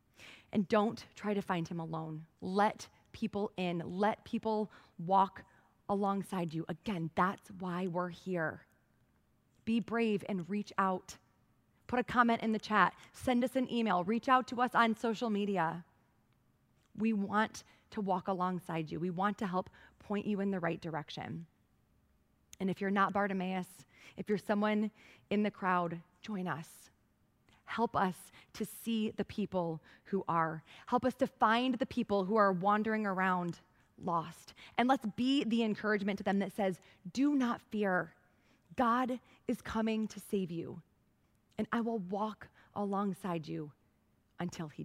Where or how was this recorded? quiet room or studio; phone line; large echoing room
large echoing room